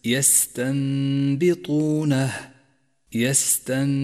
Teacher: حيث تنقلب النون الساكنة إلى ميم إذا جاء بعدها باء، ويسقط أثر النون الساكنة من اللفظ ويستعاض عنها بميم كتبت فوقها باللون الأخضر، لأنها تحتاج إلى غنة · Term: الإقلاب